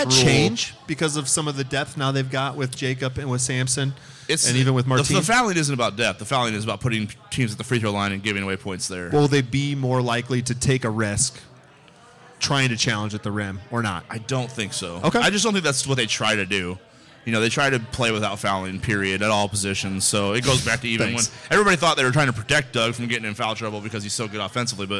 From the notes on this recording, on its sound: LIVE from Scriptown Brewing in Omaha!